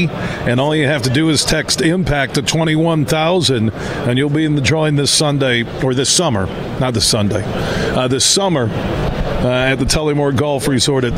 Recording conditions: busy venue